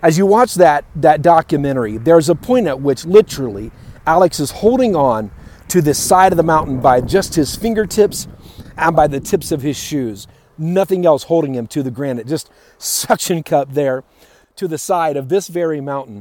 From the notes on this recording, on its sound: Live from Yosemite National Park.